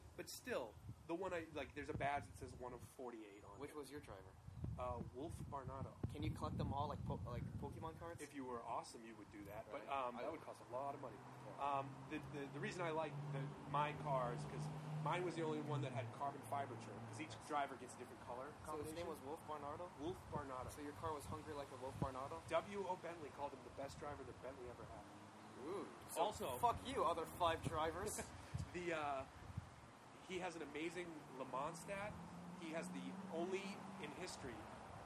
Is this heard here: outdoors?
yes